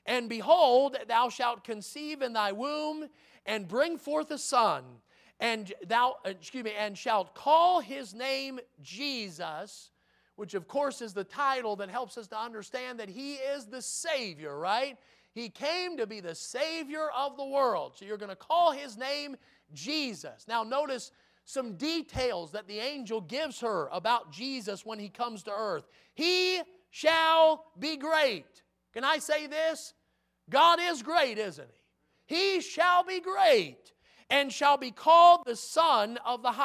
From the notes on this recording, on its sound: In the Sunday Morning Service on December 4, 2022, at Victory Baptist Church in Boonsboro, Maryland.